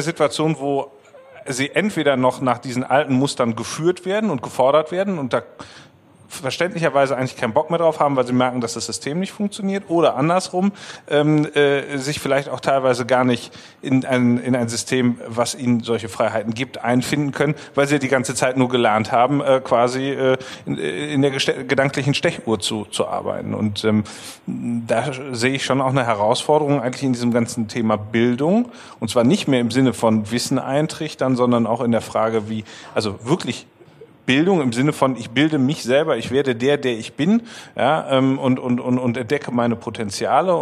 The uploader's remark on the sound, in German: Diese Folge wurde live vor Publikum im Hutmacher in der Utopiastadt aufgenommen.